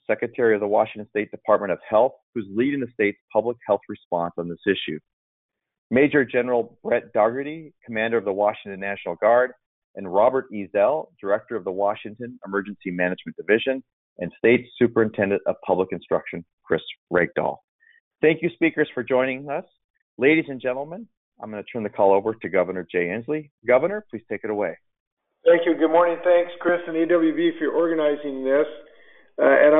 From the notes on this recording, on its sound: COVID-19 Employer Conference Call.